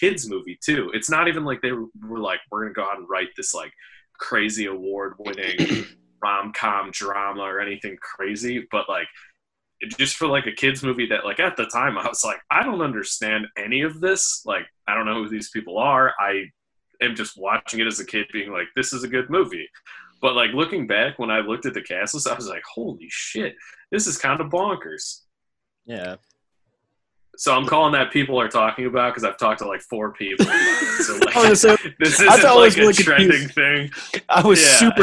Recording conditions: video call